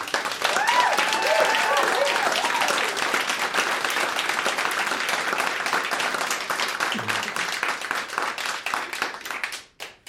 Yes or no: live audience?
yes